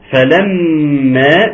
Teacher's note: الميم المشدده تغني مقدار حركتين